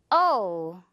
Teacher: 어가 아니라 어우, 이렇게 넘어가는 소리. 여러분, 굴곡을 줘야 합니다. · Term: 어우 소리